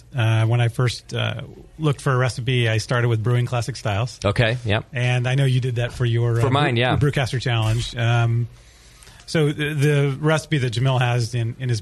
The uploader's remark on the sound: live from The Hop Grenade